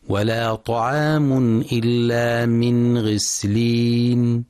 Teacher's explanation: ينتبه القارئ برواية حفص لإظهار النون الساكنة عند الغين، فلا يقرأ بالإخفاء